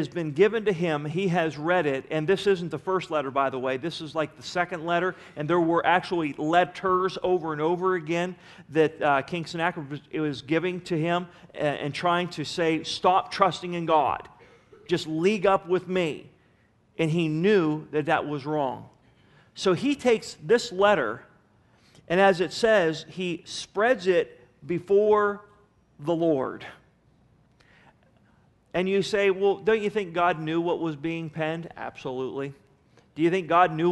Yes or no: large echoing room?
yes